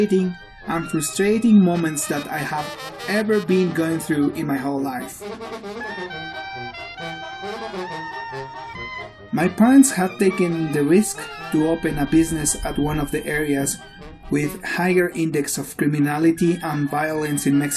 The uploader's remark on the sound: The sound and silence for this episode were recorded whilst a traditional ensemble with brass instruments were playing traditional Mexican music, known as Banda, in front of a Cathedral in the state of Morelos, Mexico, during Easter of 2017.